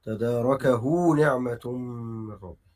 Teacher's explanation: الواو الصغيرة بعد الهاء تنطق واو مع مد صلة صغرى